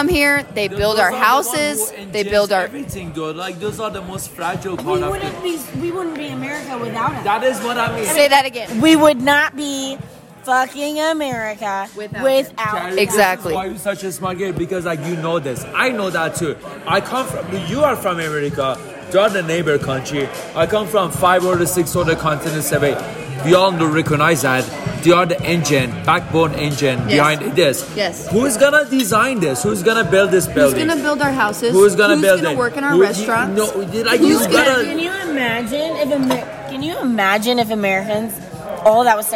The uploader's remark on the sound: I recently went to Denver for a girl's trip. We were at dinner and me being the podcaster that I am, decided to pull out my phone to record a REALLY good conversation. You will hear that we have dinner, drinks and are very candid about our thoughts.